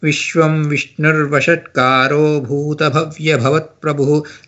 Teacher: In some cases, you may have a s sound or in some cases, r sound. So, the visarga will get merged with the next line.